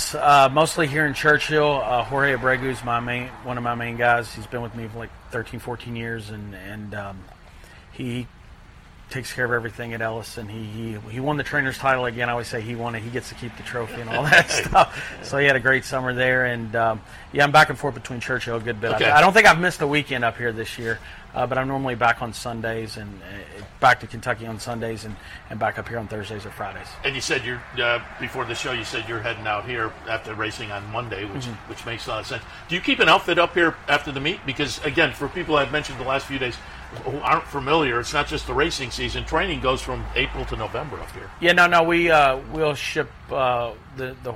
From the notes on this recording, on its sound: live from Saratoga Race Course